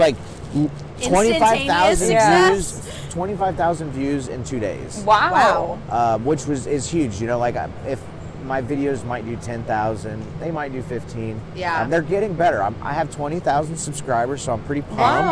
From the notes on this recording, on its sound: Live from the Chili Bowl Nationals in Tulsa, Okla.